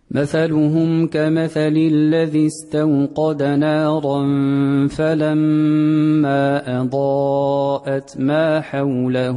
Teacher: على وجه إسكان ميم الجميع وقصر المنفصل